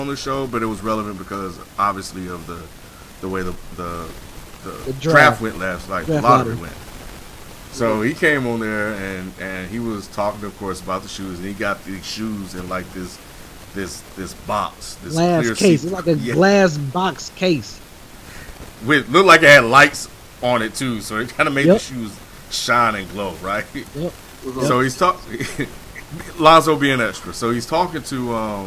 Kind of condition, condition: fault, background noise